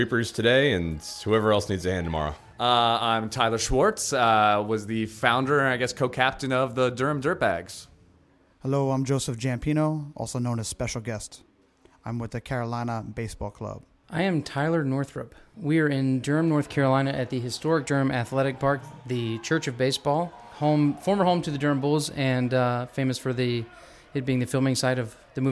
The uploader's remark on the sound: An audio montage captured at the 2023 Sandlot Revival in Durham, North Carolina. An audio montage captured at the 2023 Sandlot Revival in Durham, North Carolina.